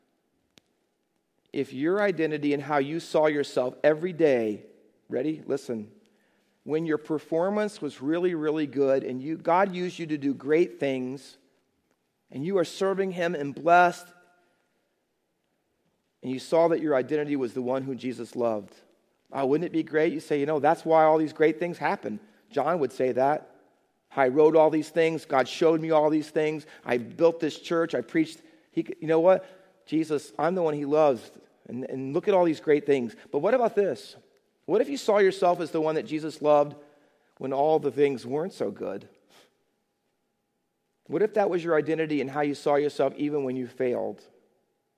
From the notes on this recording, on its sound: Faith Baptist Church in Hamilton, NJ.